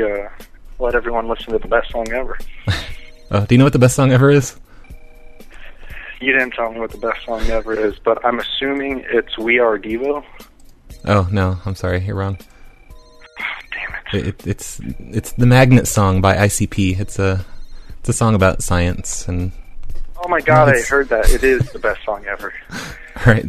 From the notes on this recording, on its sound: Prank Phone Calls Collection